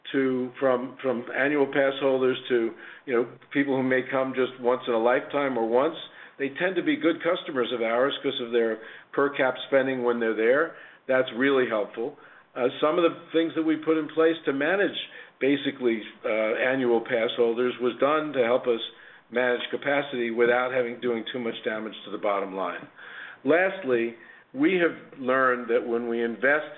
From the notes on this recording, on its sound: Q1 FY2023 Earnings Conference Call.